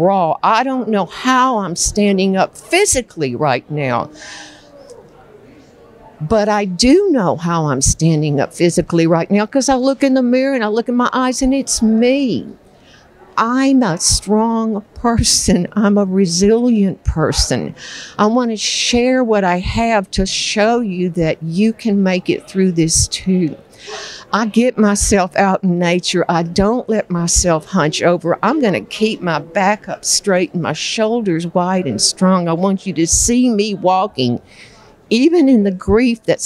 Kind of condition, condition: setting, busy venue